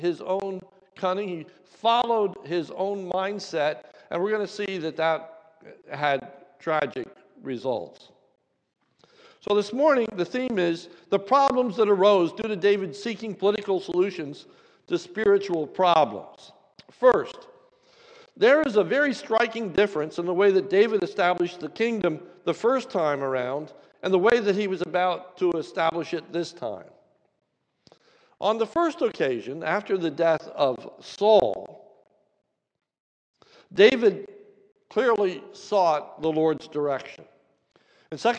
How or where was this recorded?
large echoing room